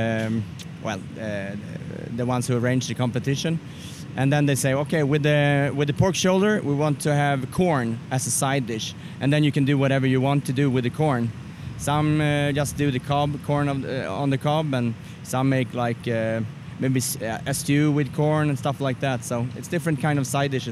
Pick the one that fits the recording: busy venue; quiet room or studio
busy venue